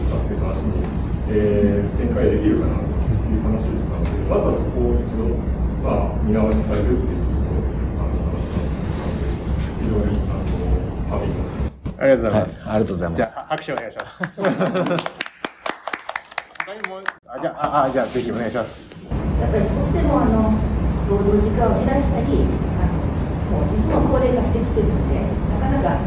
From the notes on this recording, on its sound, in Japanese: 初の公開講演。酪農とちぎ農業協同組合勉強会。